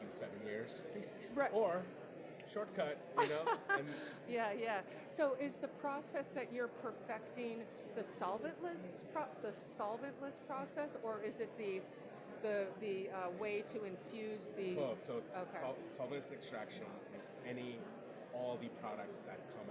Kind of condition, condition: setting, busy venue